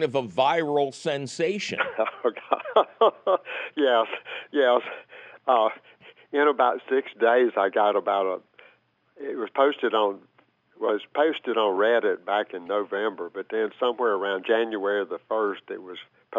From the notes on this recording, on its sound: he takes your fabulous phone calls